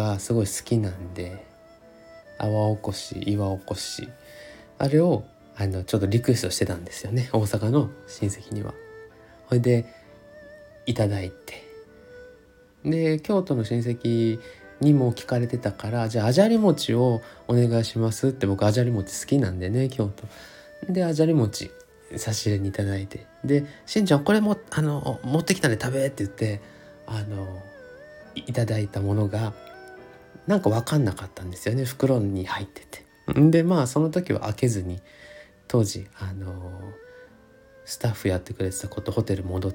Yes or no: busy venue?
no